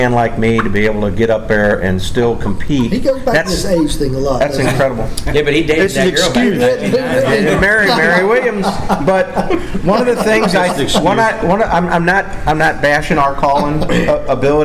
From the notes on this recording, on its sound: Grand National Calling Champions Panel from 2019 NWTF Convention. It is the final seminar recorded at the 2019 NWTF Convention and Sport Show.